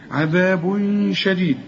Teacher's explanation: تنوين وبعد الشين، الشين من حروف الإخفاء لازم تغن